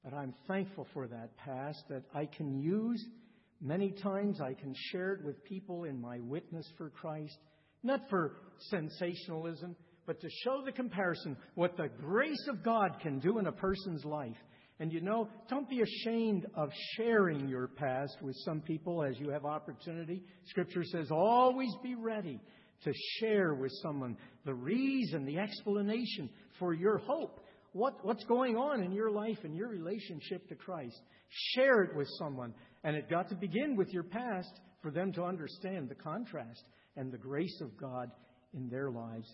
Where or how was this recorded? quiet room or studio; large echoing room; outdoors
large echoing room